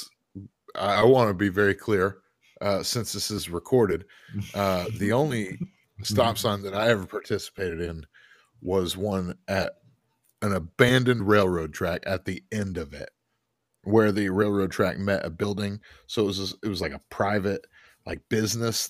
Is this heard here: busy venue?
no